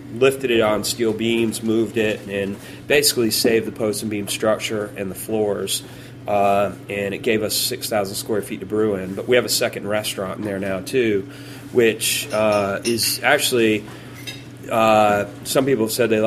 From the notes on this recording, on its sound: Recorded live at the Blind Tiger during this year's Beer Week NYC.